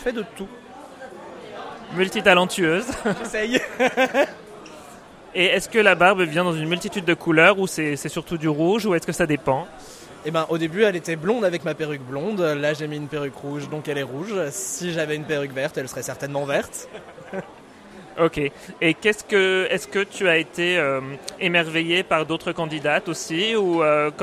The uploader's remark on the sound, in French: En direct du concours Drag France 2024 !